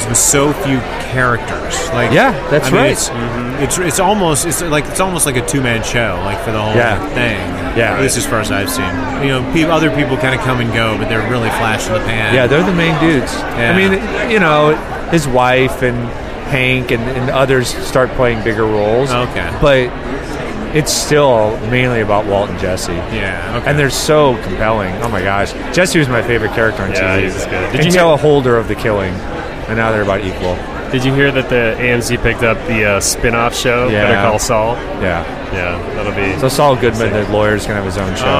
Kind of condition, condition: setting, busy venue